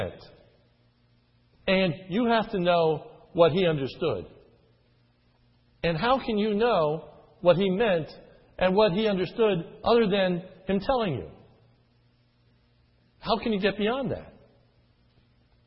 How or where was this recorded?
large echoing room